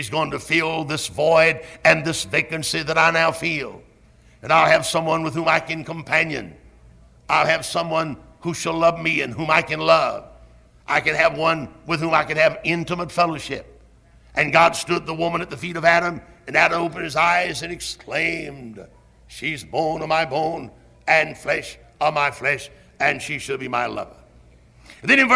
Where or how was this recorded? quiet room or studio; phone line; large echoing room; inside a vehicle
large echoing room